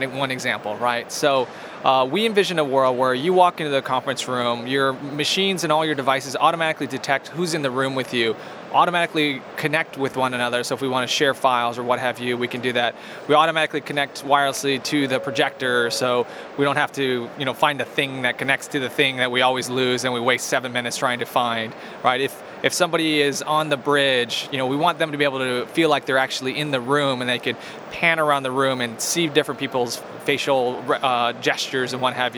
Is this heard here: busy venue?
yes